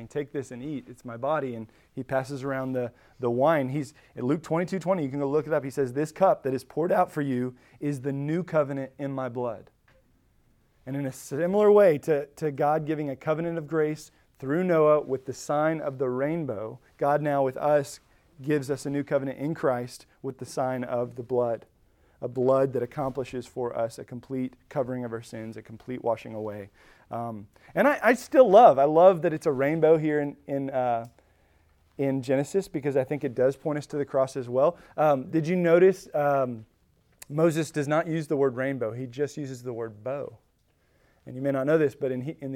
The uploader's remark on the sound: Recorded at Emmaus Church in Buford, GA.